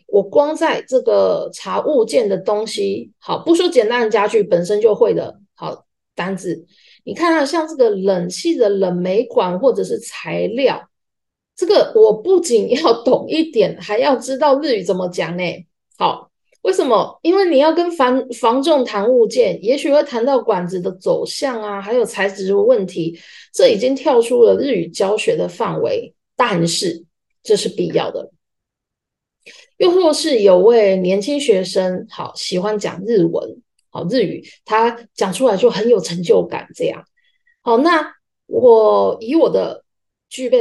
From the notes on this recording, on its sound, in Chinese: 地點：線上（zoom）。